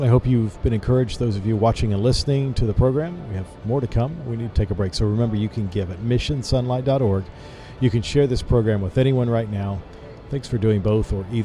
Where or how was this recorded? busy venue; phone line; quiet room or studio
busy venue